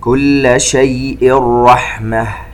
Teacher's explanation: تنوين وبعدها حرف الراء إدغام بغير غنة